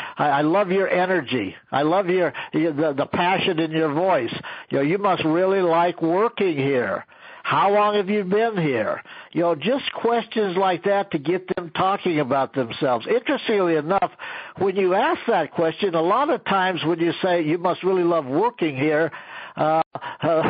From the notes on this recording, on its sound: An archive of weekly conference calls.